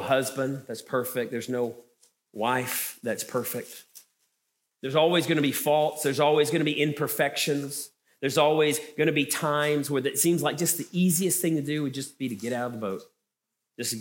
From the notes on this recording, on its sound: Special Edition from The Ridge Sunday Audio: this is the afternoon session from Revive Marriage Conference 2022.